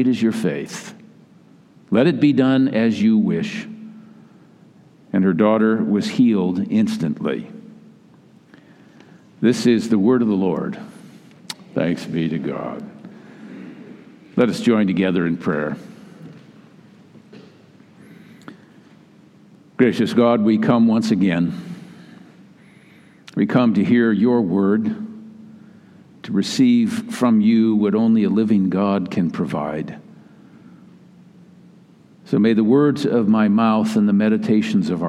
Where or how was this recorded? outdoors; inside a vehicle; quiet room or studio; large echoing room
large echoing room